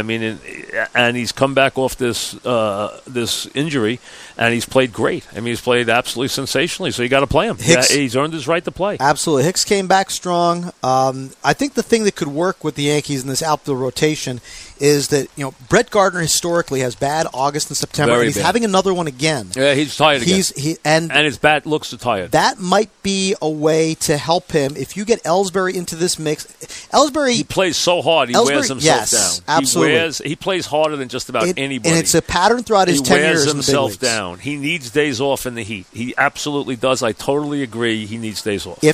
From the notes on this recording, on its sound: live from Citi Field